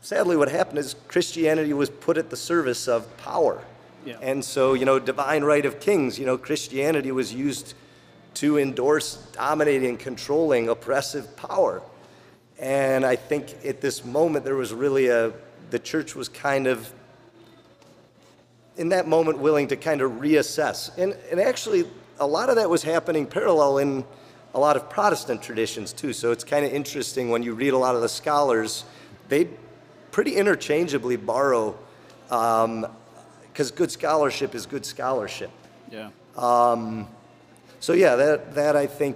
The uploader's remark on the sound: broadcasting live from Goldhorn Brewery!